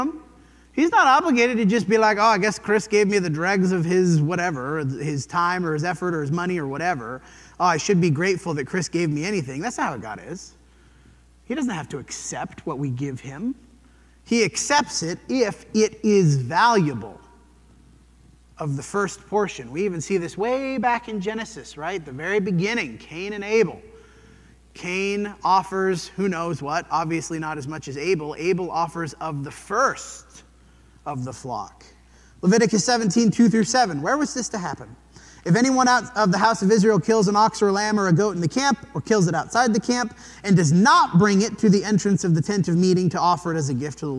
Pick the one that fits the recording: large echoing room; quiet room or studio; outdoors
large echoing room